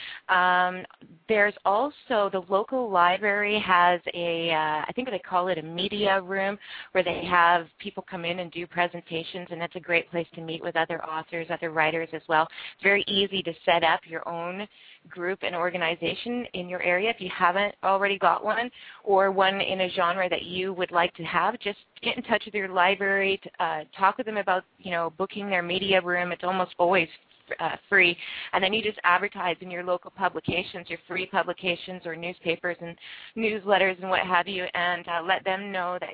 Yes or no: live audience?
no